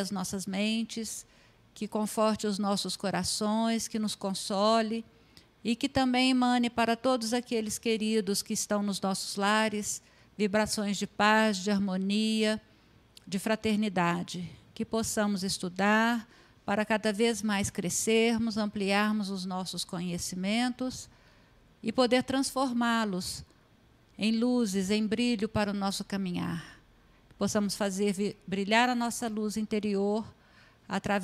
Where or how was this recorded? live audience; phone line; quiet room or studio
live audience